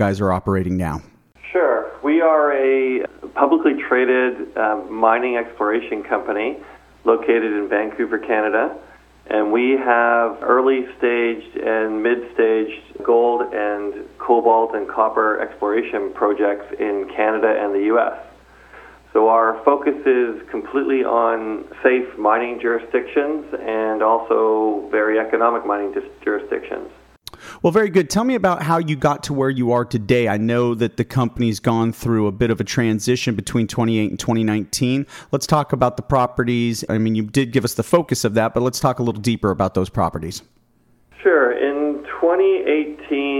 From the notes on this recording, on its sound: called in to SmallCapVoice